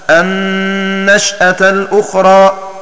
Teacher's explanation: بإسكان الشين وحذف الألف بعدها